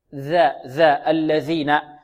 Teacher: من طرف اللسان، من طرف اللسان، مع ماذا؟ مع أطراف الثنايا العليا، يعني الثنيتين العليين، هذه الظاهرتين في الفم، طرف اللسان هذا يجعل فوق، يجعل أين؟ · Term: الذال المعجمة